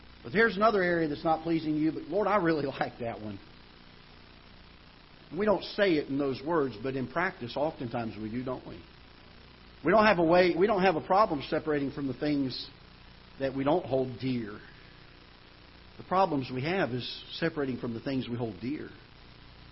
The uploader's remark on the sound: Ketha Heights Baptist Church ~ Live Broadcast